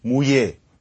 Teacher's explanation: And so the R is gone. You've got this long E.